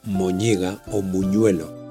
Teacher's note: Lo que ocurre aquí es que la nasal ñ de buñuelo y boñiga contagia su nasalidad a la B inicial de al lado · Term: asimilación